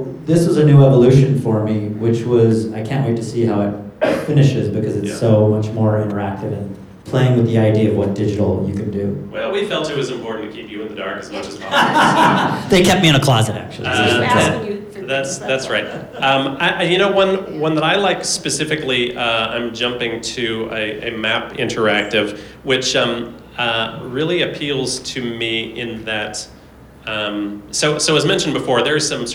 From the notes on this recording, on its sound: panel from New York Comic Con